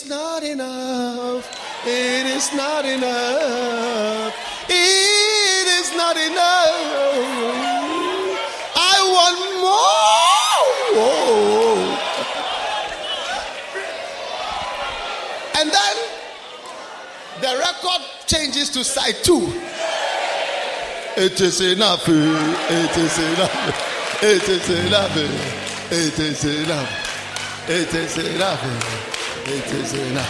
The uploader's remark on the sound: Preached at the Wisdom Impartation Service.